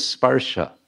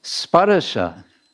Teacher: This word has been stretched out with one additional syllable, just so that the meter will work · Shown in: second take · so that you'll have enough enough syllables to make the meter scan, as it's called.